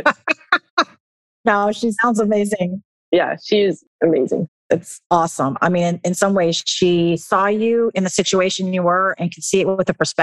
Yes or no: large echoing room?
no